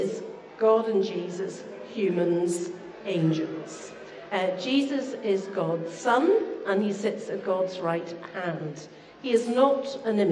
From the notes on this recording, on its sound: Apologies for the poor recording